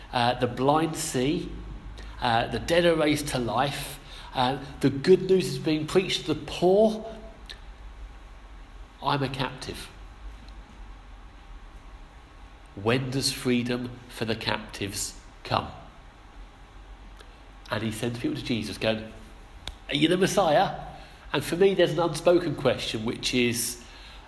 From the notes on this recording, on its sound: Our sermon from the 11am service